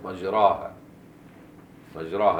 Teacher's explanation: مجراها بالفتح المحض كده، مجراها ومرساها، يعني مفيش إمالة.